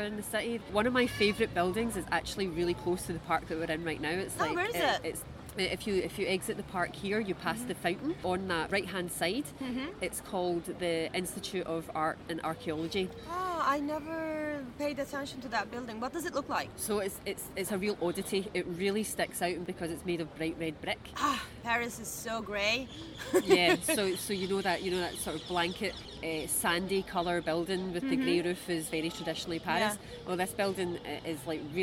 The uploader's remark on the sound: We recorded this episode on 24 September 2023, at Jardin du Luxembourg. We recorded this episode on 24 September 2023, at Jardin du Luxembourg.